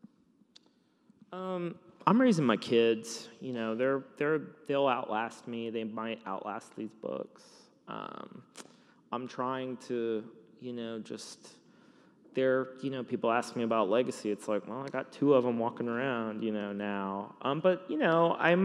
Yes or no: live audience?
yes